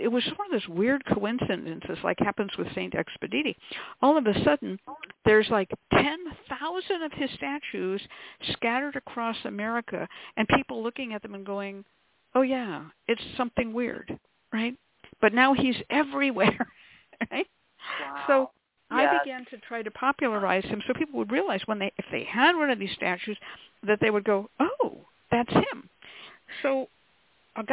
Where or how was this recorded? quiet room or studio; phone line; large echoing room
phone line